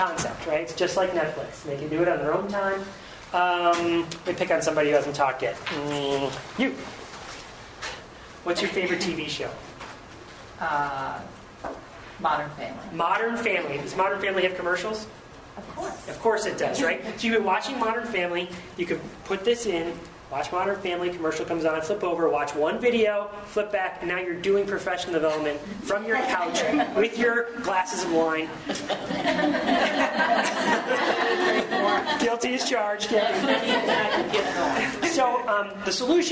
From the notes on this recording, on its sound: Recording of a live event from the Techknowledgy 2010 Conference in Richmond, Virginia. At that conference I presented a session called Alternative Professional Development.